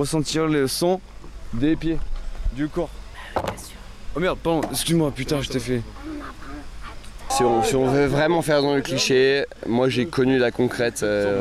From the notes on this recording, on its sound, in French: Rencontre avec Extinction Rébellion de Berlin. Reportage en direct de l’action et interview de militants.